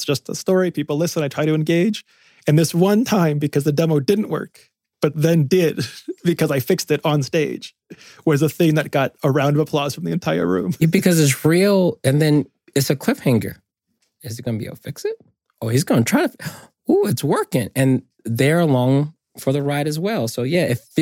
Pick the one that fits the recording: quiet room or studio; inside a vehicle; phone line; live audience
quiet room or studio